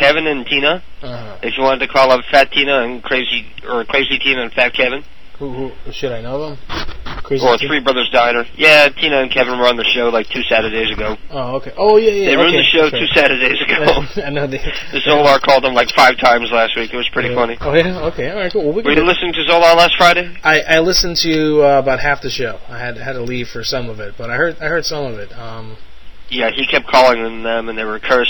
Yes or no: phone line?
yes